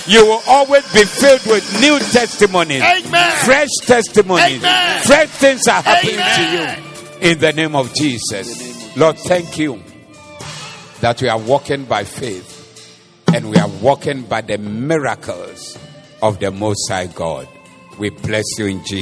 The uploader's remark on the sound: Preached at the Doxa Service